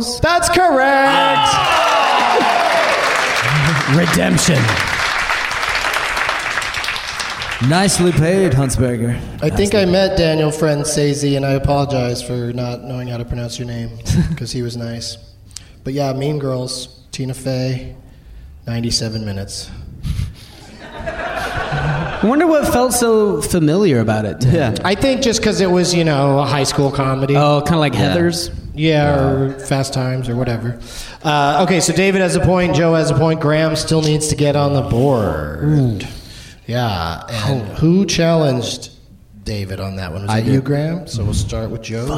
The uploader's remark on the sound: Live from the Laughing Skull Lounge in Atlanta, GA